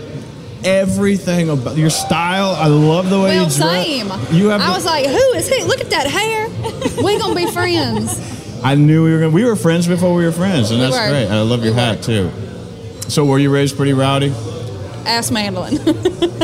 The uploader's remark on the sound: Recorded at Party Fowl in Nashville, TN.